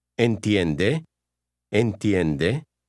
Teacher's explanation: Notice the rising intonation at the end when you ask a question.